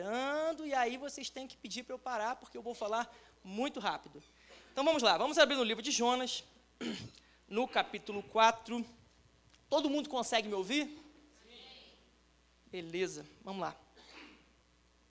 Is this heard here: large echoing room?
yes